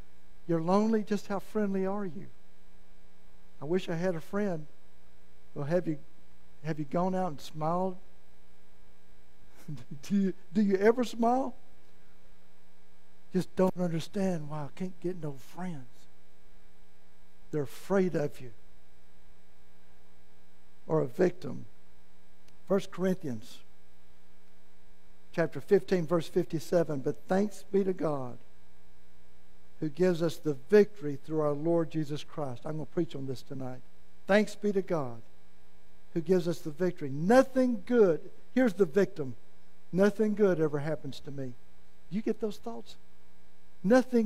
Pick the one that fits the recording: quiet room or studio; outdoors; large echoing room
large echoing room